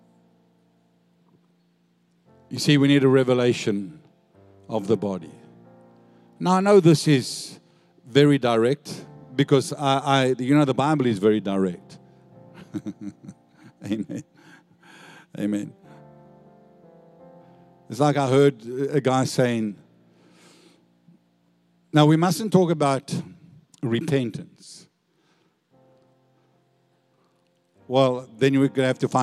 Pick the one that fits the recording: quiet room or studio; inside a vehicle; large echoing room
large echoing room